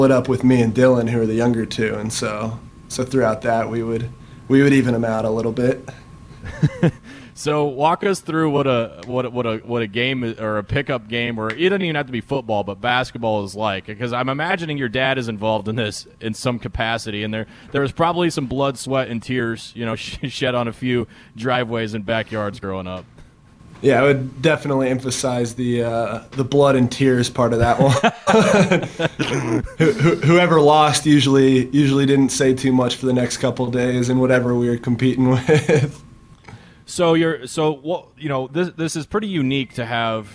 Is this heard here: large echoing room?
no